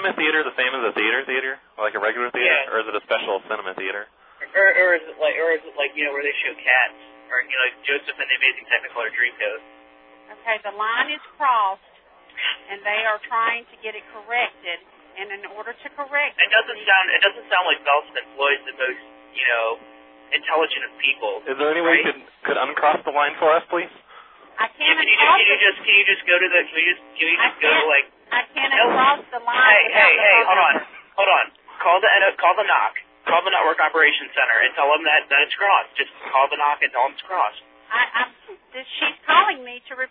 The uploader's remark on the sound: Prank Phone Calls